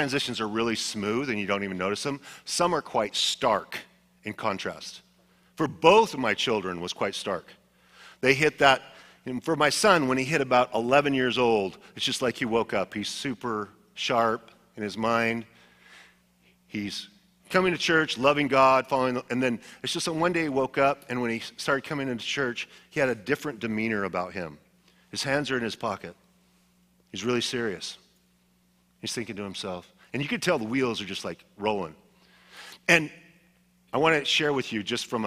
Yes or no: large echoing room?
yes